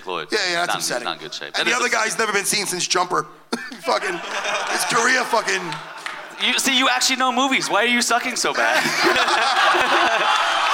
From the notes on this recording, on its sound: Live from the Gramercy Theatre in New York City